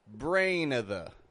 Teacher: I'm using a schwa there. I'm not using of. I'm using a schwa.